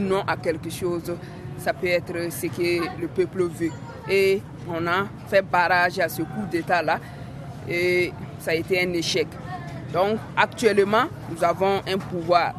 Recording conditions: busy venue